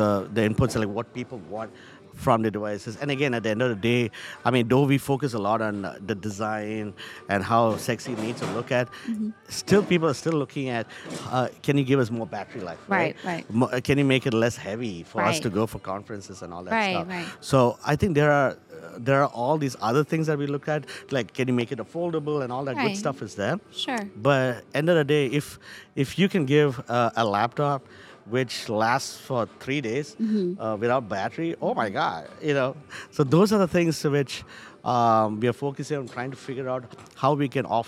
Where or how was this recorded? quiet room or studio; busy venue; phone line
busy venue